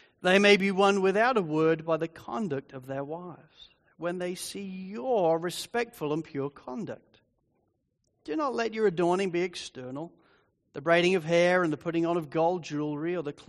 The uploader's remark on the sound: Sermon recording from Sunday 30 Jul 2023. Sovereign Grace Church.